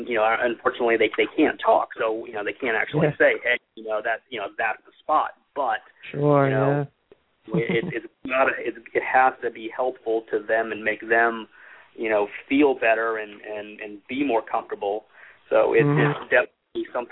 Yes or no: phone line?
yes